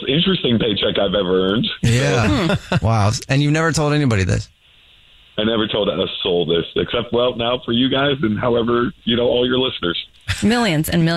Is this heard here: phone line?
yes